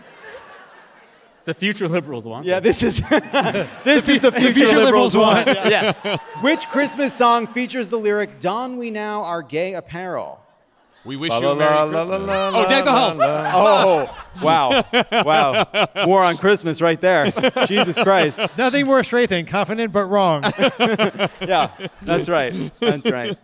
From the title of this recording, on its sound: Live from San Diego!